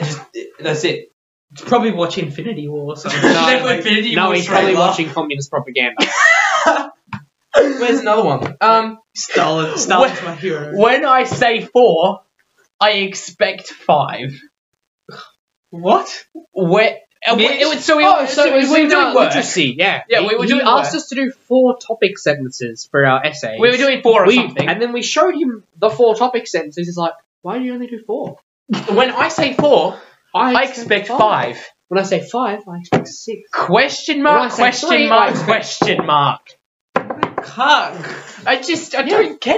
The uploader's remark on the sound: keep in mind we will have a much better mic next episode